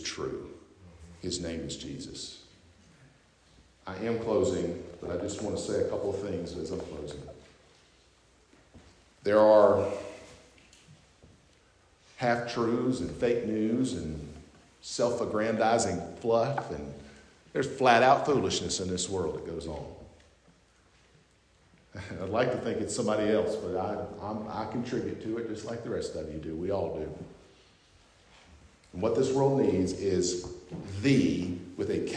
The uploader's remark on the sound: at North Beaver Baptist Church in West Jefferson, NC